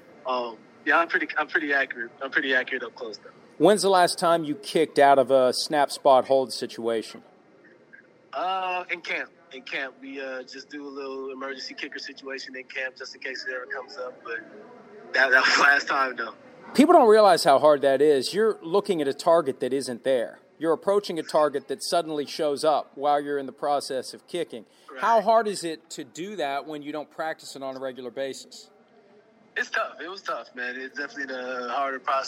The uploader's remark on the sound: Chats by phone with the following players following their week 9 wins.